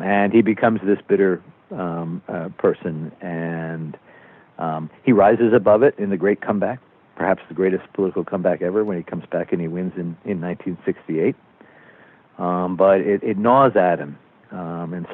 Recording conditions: phone line